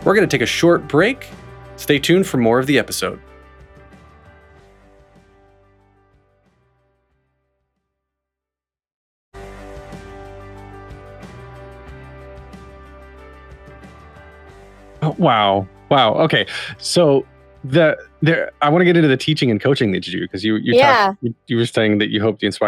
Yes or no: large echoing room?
no